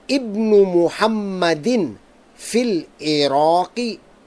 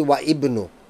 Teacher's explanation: we're going to pronounce the hamza of the word ibnun because absolutely nothing is written before it. · Shown in: first take